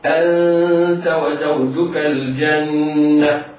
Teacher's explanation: ادخل من الهمزة المفتوحة إلى النون إلى غنة النون · Term: الإخفاء الحقيقي